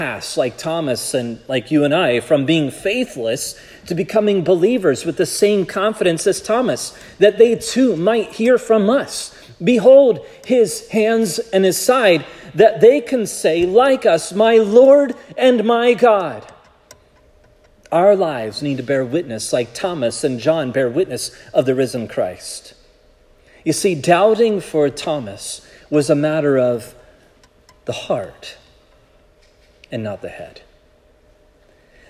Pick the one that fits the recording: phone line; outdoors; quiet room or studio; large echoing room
large echoing room